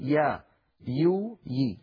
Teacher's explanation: فلا نقول يا، لابد من أن نرققها فنقول يا يو يي، لا تفخم العرب الياء مطلقا. والياء العربية يا إخوة أيضا منفتحة، يعني لا ينحصر صوتها بين طرف اللسان وأقصاه مع قبة غار الحنك، إذن هي حرف منفتح وليس مطبقا.